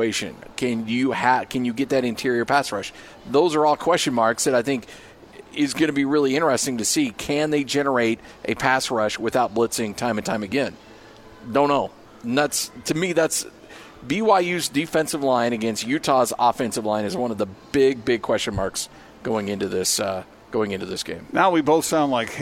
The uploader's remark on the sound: LIVE at Marley's Gourmet Sliders